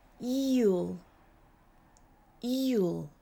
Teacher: during the syllable eel, the tongue shifts from way high and forward to way back. Eel, eel. You'll hear this movement in the E vowel as your tongue moves towards the L. · Term: one syllable motion